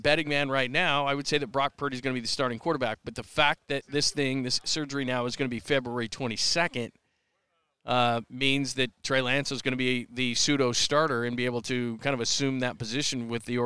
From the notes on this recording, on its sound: Unleashed Live chat from Super Bowl 57 In Phoenix! Live chat from Super Bowl 57 in Arizona!